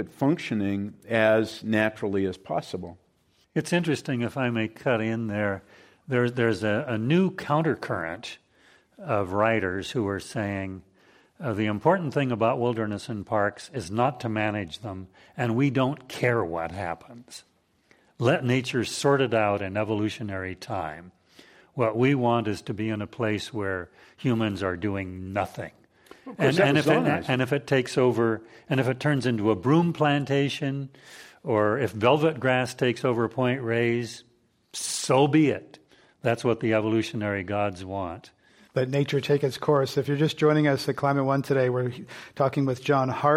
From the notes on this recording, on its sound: This program was recorded in front of a live audience at the Commonwealth Club of California on July 19, 2016